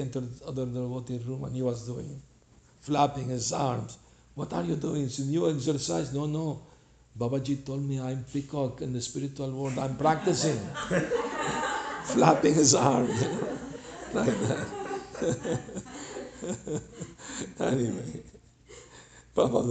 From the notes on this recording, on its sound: Lecture in San Jose CA